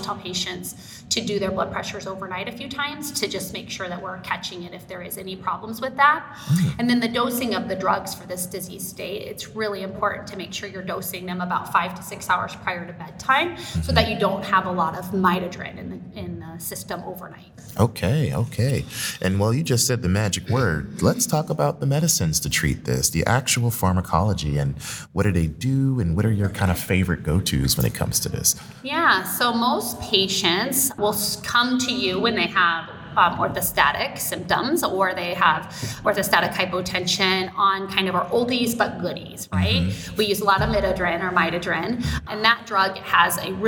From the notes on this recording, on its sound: Interviews LIVE at the 2022 Annual Meeting.